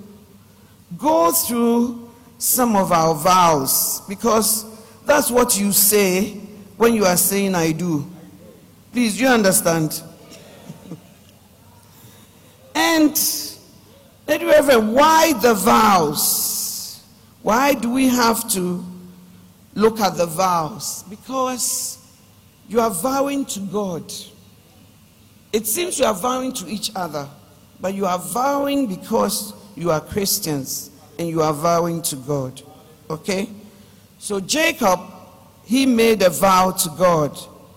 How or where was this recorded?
large echoing room